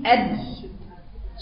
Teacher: حرف الدال حرف شديد شديد بيقول عليه حرف شديد صوته مقطوع